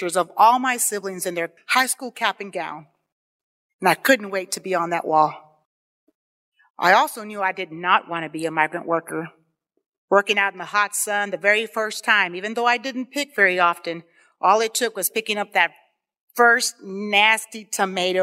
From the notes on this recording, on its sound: on stage at the Columbus Athenaeum on March 9, 2022 during the Columbus Storytellers Project event